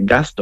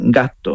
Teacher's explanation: Y igual que, por ejemplo, unas consonantes que tenemos en Andalucía, que son las consonantes largas, las geminadas, cuando tú dices, por ejemplo, gasto, tú no dices gasto, tú dices gasto. La S la quita y alargas la T. · Shown in: second take